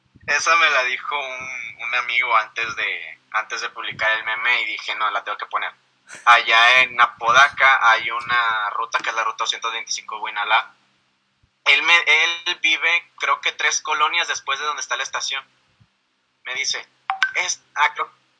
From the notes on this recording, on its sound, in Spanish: El audio que ven a la cabeza del texto es la llamada que tuve